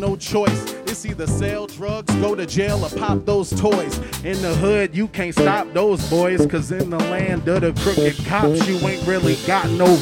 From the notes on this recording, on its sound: We went to The Mid West Music Fest here in Winona, MN for a live performance. Now, LIVE from Winona, MN and The Mid West Music Fest. The Live Feed is written and produced by KQAL on the campus of Winona State University.